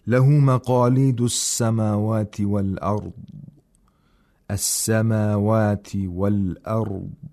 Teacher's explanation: in the word مقاليد we have تفخيم of قاف، but there's no تفخيم in the word سماوات. We have only letters of ترقيق in سماوات، and in والأرض we have الراء with تفخيم and الضاد with تفخيم.